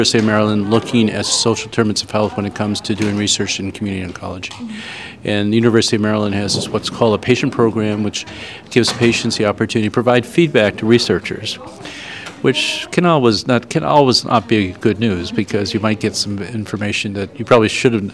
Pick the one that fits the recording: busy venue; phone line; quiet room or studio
busy venue